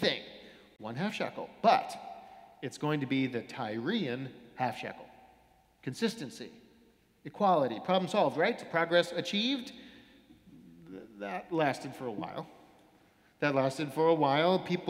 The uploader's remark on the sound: Sermons from Old South Church in Boston